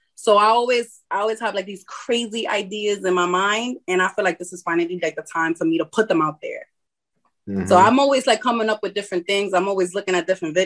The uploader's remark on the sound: Interview on The … Show zoom.